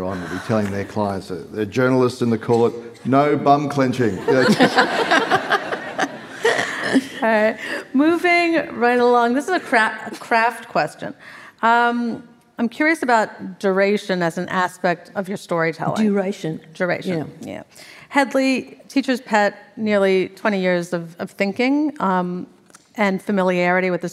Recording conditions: live audience